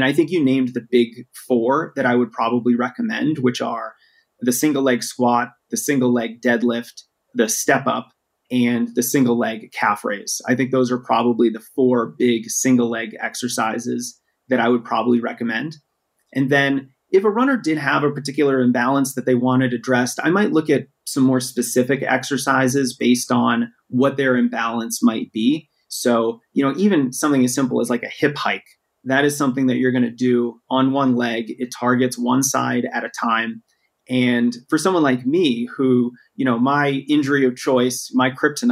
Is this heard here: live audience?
no